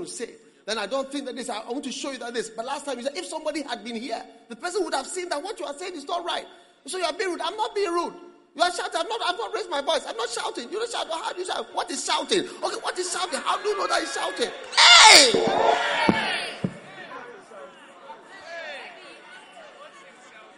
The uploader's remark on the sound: Preached at the Prophetic Encounter Service.